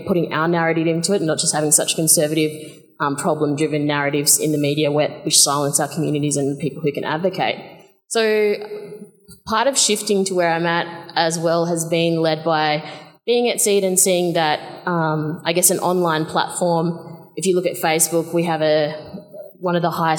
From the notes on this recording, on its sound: Audience Q&A